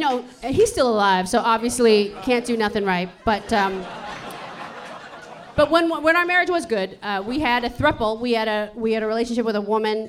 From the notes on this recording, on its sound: This episode was recorded live at San Francisco's Sketchfest!